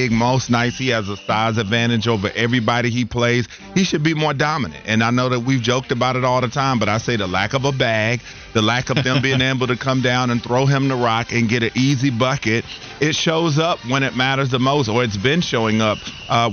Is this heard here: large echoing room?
no